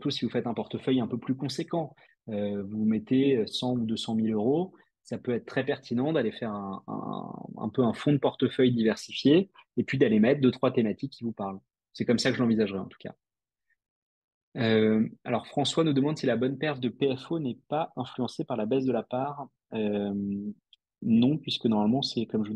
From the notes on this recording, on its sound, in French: Cet épisode est l'audio de notre webinar